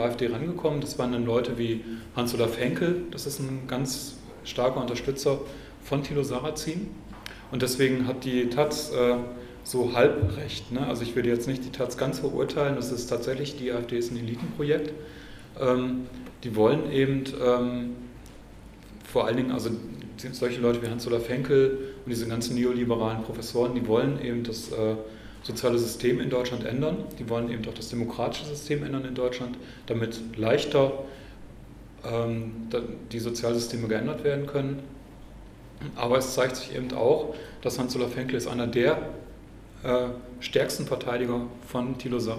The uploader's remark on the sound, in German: Veranstaltung zur Alternative für Deutschland. Im Mitschnitt der Veranstaltung.